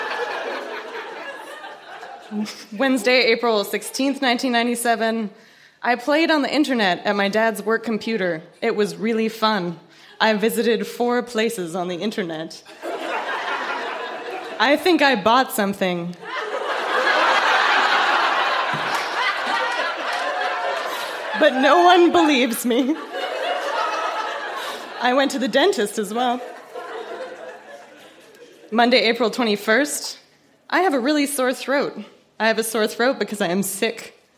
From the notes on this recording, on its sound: Recorded live at the Black Knight in Yellowknife.